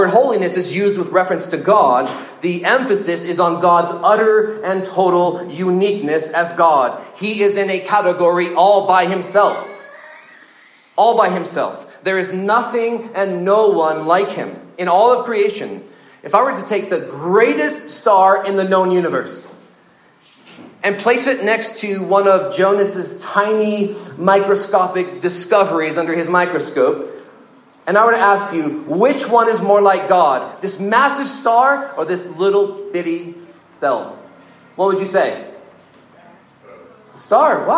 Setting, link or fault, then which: setting, live audience